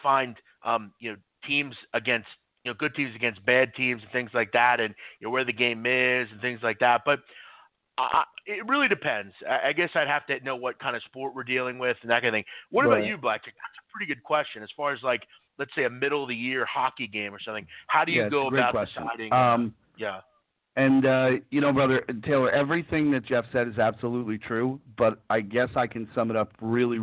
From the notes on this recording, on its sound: back live taking your calls